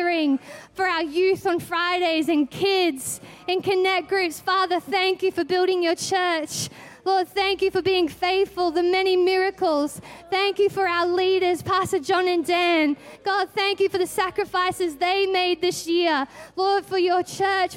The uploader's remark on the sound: Christmas At C3 Powerhouse. Recorded during our 9am service on Sunday, the 31st of December 2023.